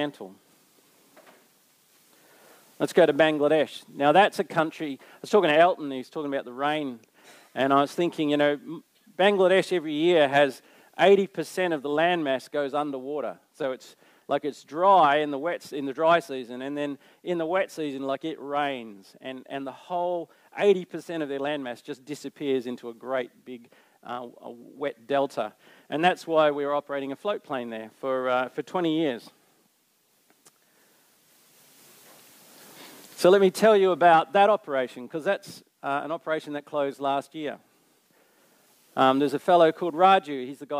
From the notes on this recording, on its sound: Recorded Live on 7th May 2023. Geraldton Baptist Church.